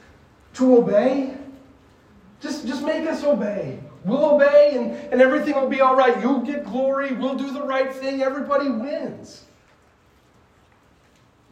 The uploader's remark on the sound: This sermon was preached to a Junior High audience